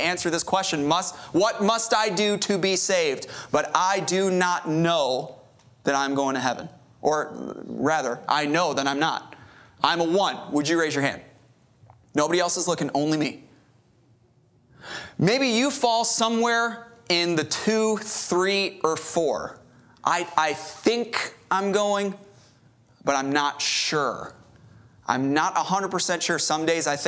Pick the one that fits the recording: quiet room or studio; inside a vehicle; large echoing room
large echoing room